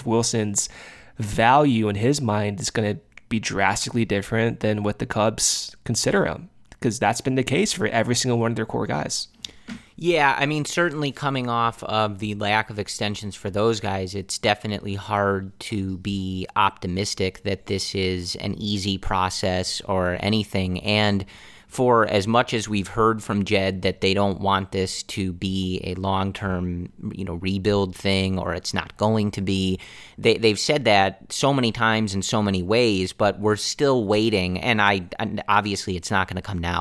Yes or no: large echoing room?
no